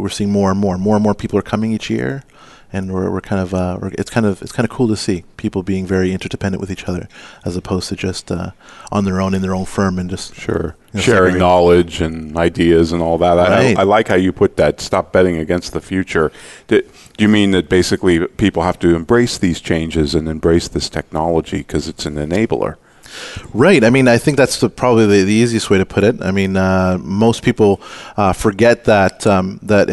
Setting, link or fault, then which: setting, busy venue